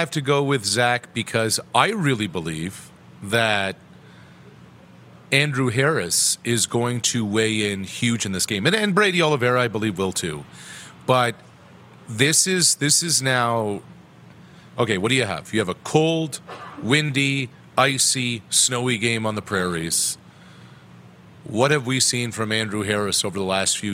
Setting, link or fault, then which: setting, busy venue